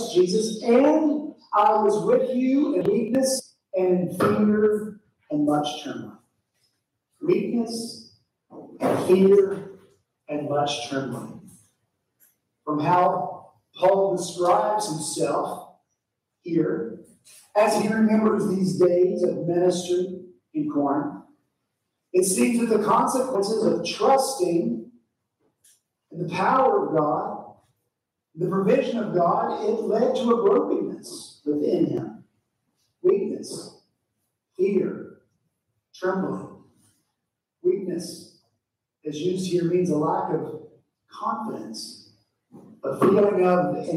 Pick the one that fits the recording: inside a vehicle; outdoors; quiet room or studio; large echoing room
large echoing room